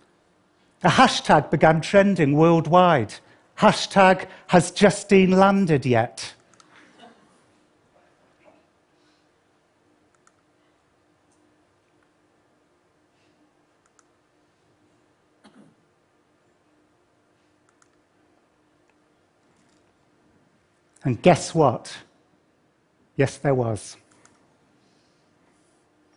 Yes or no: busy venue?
no